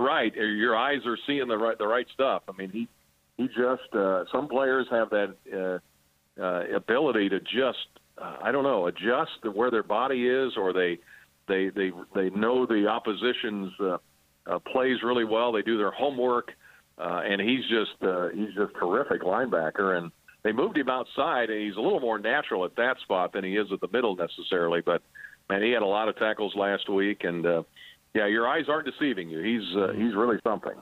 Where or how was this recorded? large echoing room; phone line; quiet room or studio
phone line